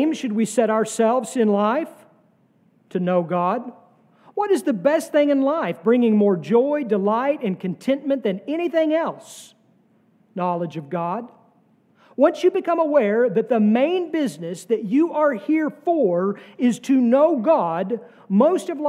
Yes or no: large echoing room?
yes